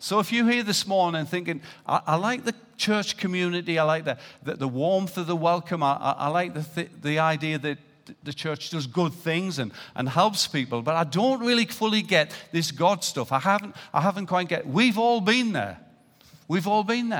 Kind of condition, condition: setting, large echoing room